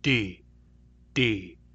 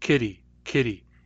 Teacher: A real D has a moment of silence inside it.